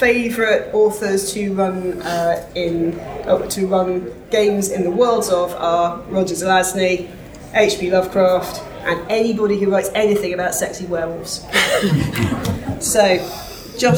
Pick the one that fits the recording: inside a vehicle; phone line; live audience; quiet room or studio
live audience